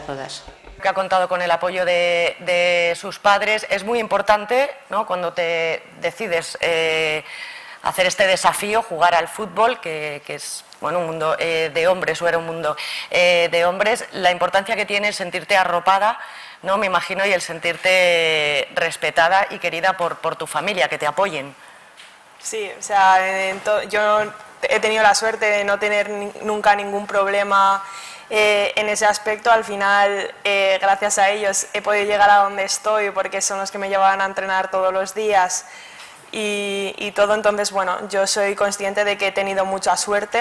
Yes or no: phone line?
no